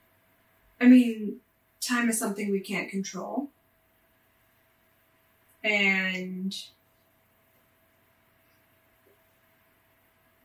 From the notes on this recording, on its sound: Unfortunately, the audio file for this episode got corrupted so we are forced to use our backup. Please excuse the poor audio quality. You will also notice we re-recorded certain parts to better reflect our feelings on the situation.